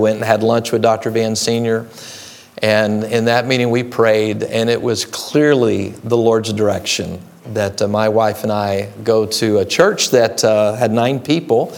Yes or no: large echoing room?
yes